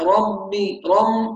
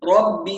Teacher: ربي، الباء المشددة فيها خطأ شائع جدا موجود. بعض الناس تجعل الباء المشددة خليط بين الباء والميم · Shown in: first take · فنسمع ربي رم كأنه بينطق من الخيشوم جزء من الباء، يقول ربي، أنا عاوز ربي ربي، ما فيش خيشوم شغال.